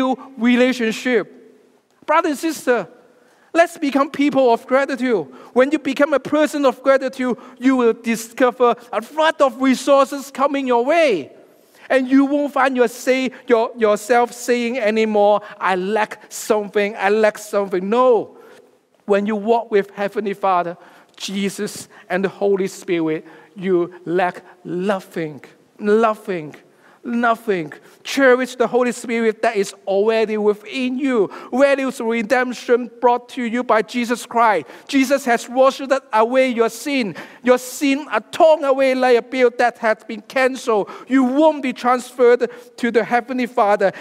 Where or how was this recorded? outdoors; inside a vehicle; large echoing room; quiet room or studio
large echoing room